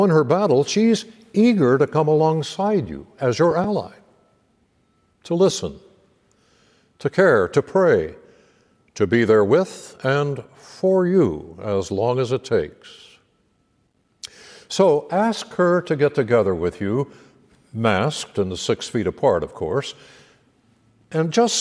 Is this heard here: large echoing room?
yes